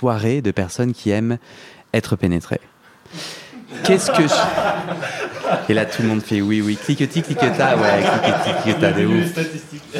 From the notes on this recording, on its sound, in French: Épisodes live en public à Paris.